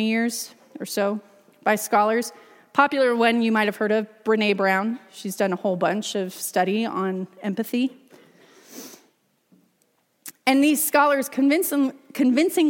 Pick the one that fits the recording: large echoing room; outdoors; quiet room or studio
large echoing room